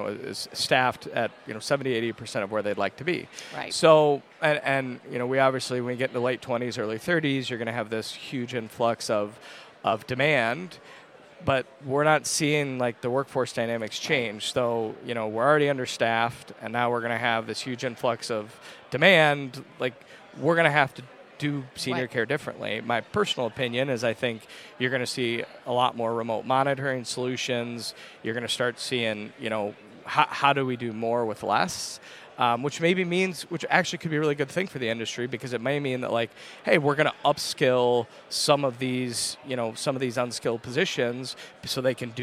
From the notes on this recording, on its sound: NIC Chats Podcast On the Road. Broadcast live from the 2023 NIC Fall Conference in Chicago.